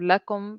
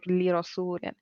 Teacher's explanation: When attached to a pronoun, the lam is pronounced la, like we said lana, otherwise it is li. For example, we have lakum versus li rasulin.